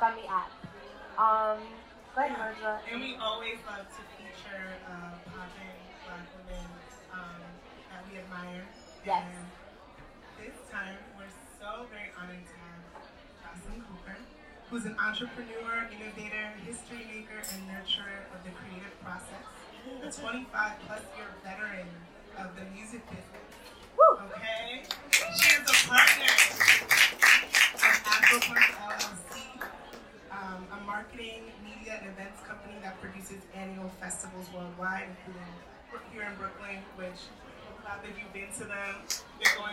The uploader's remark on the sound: Please excuse any background noise as this is recorded live and we do our best.